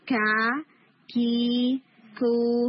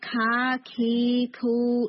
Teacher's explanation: یعنی اسٹرانگ ہٹ ہوگا پلس ہمس ہوگی · Shown in: first take